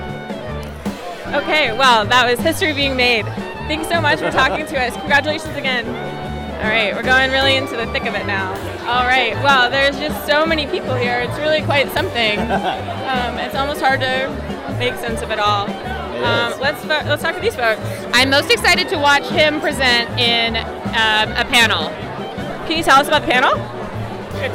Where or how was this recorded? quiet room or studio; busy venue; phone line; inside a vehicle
busy venue